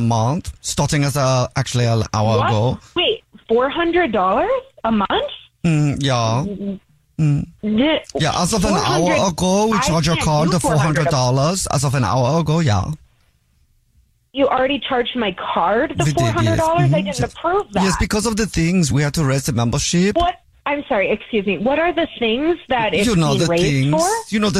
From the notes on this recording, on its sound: calls a woman becuase her friend set her up for a Phone Prank!